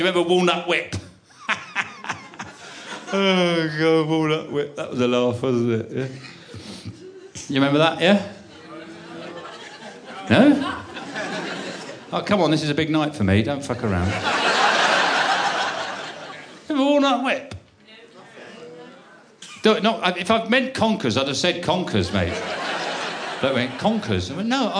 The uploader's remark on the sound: Live Audiobook. Format: Original Recording. Publisher: Universal Pictures UK.